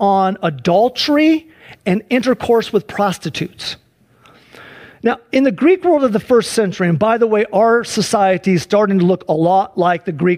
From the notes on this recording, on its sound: Please enjoy this Sunday church service livestream